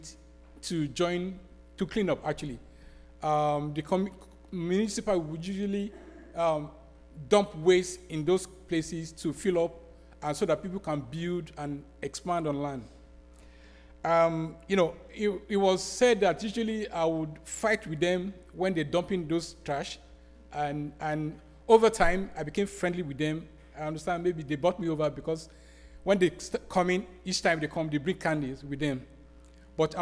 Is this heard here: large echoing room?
yes